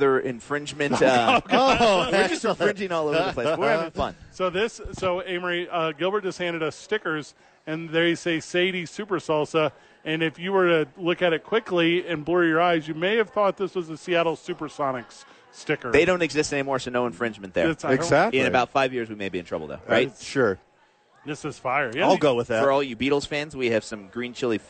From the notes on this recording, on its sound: live at Sadies